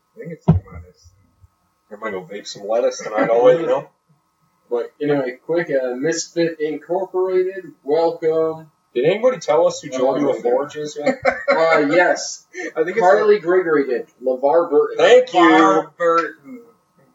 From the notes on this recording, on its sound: We double, triple, quadruple checked to make sure our audio was capturing off the mic, but it ended up coming off the laptop. This was an amazing and fun live show.